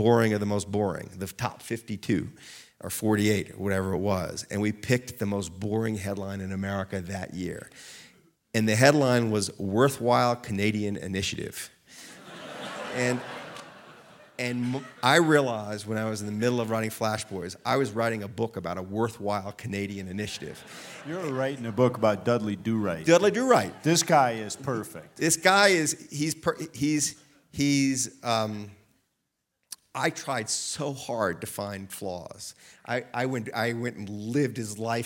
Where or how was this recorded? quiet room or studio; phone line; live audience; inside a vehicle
live audience